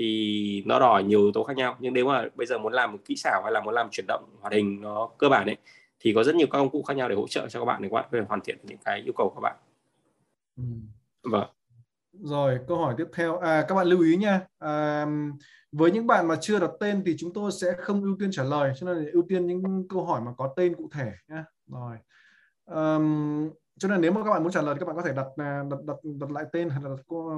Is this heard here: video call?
yes